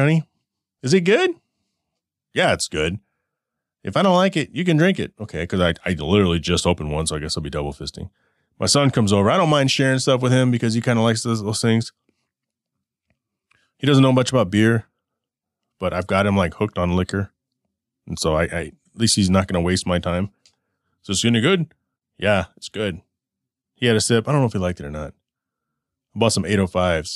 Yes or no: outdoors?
no